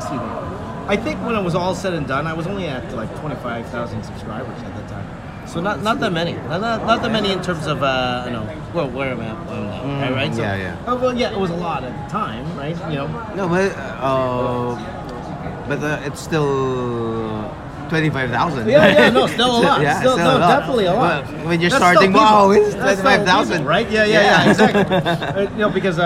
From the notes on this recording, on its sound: Visit to the Philippines, while having a mini fan meet at DC Superheroes Cafe in SM Mega Mall.